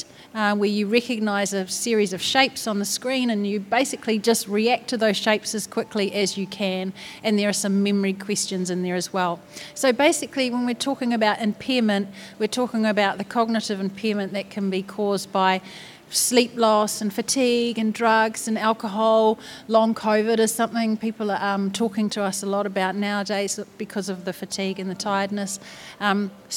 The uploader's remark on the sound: This episode sees our first 'pop up' podcast, which we recorded at the EROAD Fleet Day in Hamilton.